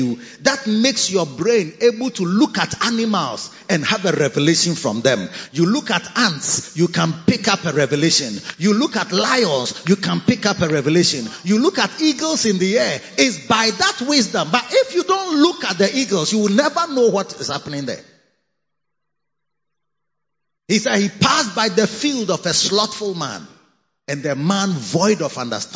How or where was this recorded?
large echoing room